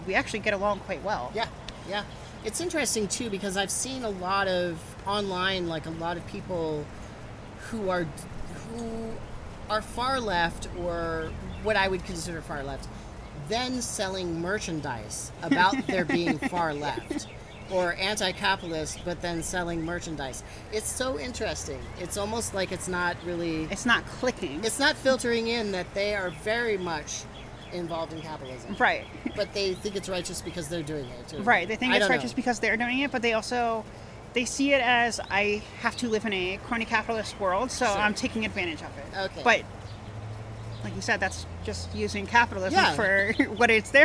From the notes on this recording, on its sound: We filmed this interview in her backyard garden, so there is some ambient noise